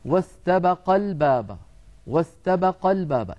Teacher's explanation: بقي عندنا حالة أخيرة من حالات النبر التي لاحظناها مما تلقيناه من شيوخنا، وهو عندما يقرأ القارئ كلمة فعلا مثلا في آخره ألف تثنية، ألف تثنية تدل على المثنى، ولكن هذه الألف تسقط في الوصل للتخلص من التقاء الساكنين. في سورة يوسف عن يوسف وامرأة العزيز واستبقا الباب، واستبقا الباب، لما نصل ألف استبقا تسقط للتخلص من التقاء الساكنين، فيصير النطق واستبقا الباب واستبقا الباب.